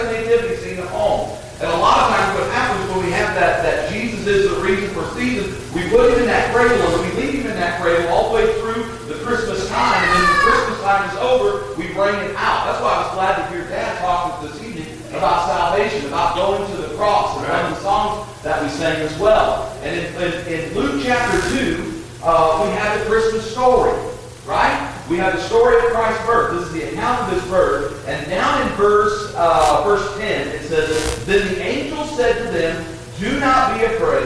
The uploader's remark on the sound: Audio quality not the best.